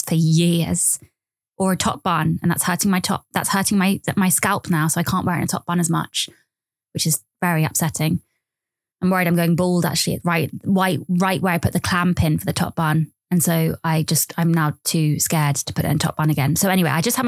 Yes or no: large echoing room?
no